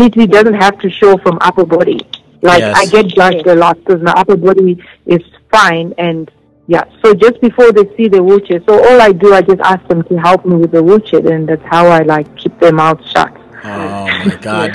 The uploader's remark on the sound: joined over phone